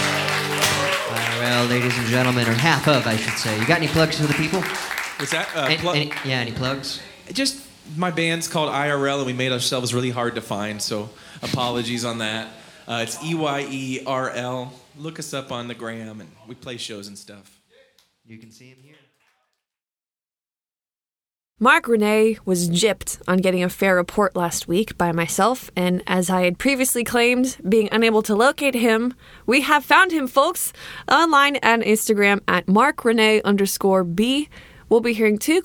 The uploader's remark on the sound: Recorded live at Late at the Lake, at Mozart's Coffee Roasters in Austin, Texas on Tuesday, April 18th, 2023, inside The Loft.